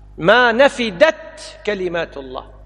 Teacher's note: لذلك أظهر الدال، ما نفدت كلمات الله، ما تجيب الدال قريب من الذال فيشكل على المصلين